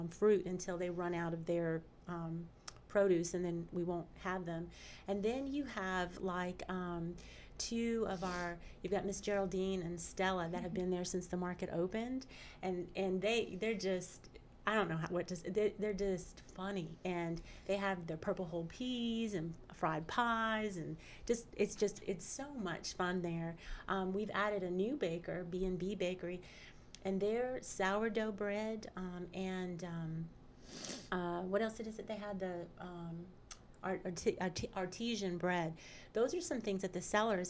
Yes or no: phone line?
no